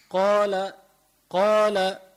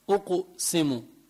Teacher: قطب جد، هذه حروف القلقلة، سميت بذلك لظهور صوت يشبه النبرة عند سكونها. لما بتسكن بيطلع معك شيء اسمه القلقلة لما بكون ساكنة، أما إذا منا بساكنة ما في قلقلة · Shown in: second take